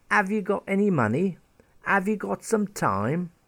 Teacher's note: people in different locations drop the H in the word have · Term: dropping the H